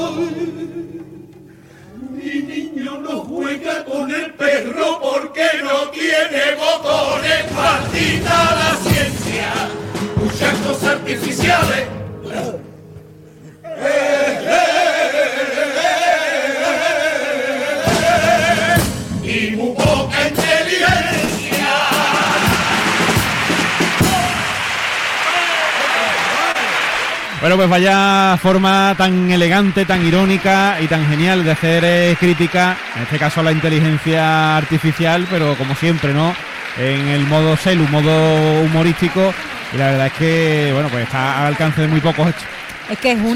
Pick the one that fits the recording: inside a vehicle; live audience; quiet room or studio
live audience